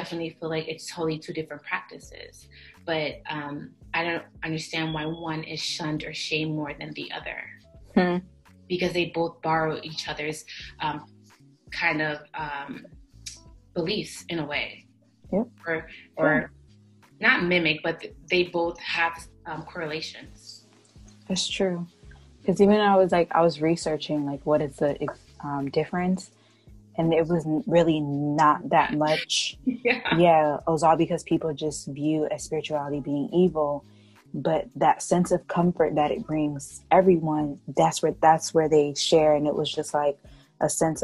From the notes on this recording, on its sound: It goes down in the zoom calls. We talk about a lot in this zoom call.